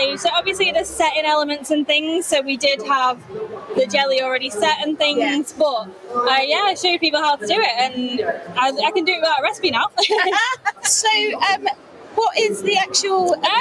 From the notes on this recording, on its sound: Were privileged to be invited to podcast live from the Cake and Bake Show. It was a busy and noisy show, and they have done their best in the edit to muffle some of the background noise.